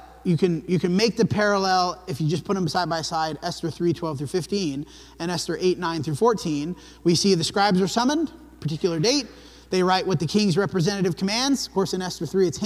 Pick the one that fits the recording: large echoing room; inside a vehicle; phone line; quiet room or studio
large echoing room